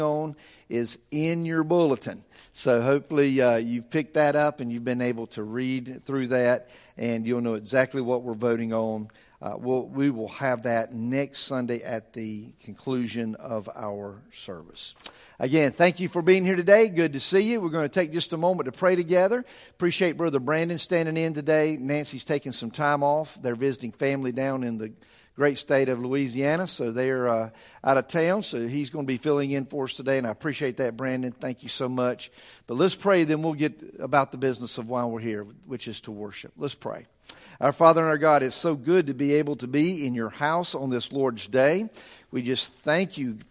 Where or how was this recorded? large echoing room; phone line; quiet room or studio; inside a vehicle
large echoing room